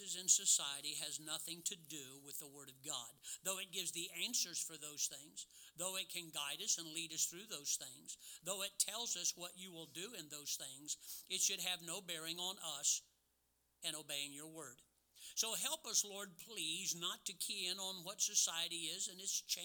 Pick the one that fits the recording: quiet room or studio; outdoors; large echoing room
large echoing room